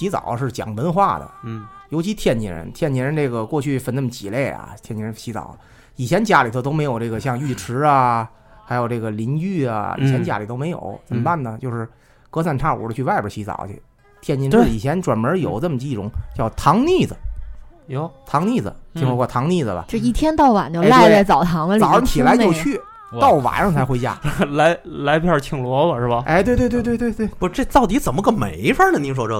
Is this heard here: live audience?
no